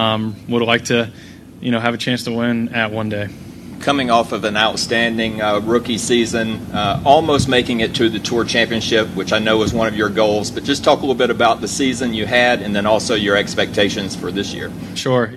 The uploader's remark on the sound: "LIVE" INTERVIEWS FROM THE SANDERSON FARMS CHAMPIONSHIP. The Sanderson Farms Championship in Jackson, Mississippi.